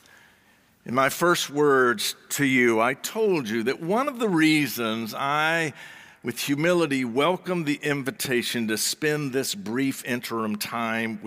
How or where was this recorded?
large echoing room